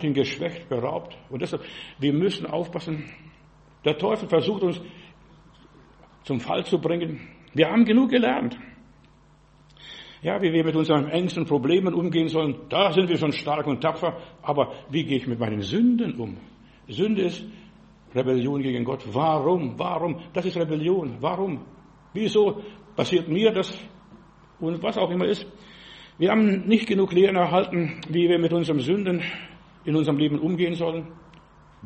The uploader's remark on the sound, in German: im Gemeinde-Zentrum in Berlin aufgenommen